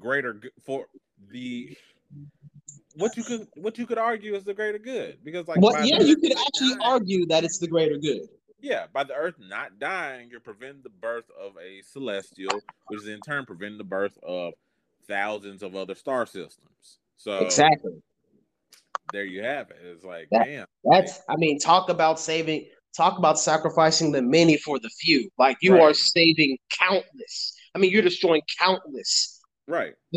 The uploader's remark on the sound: Sorry in advance for any disruptions due to connection issues!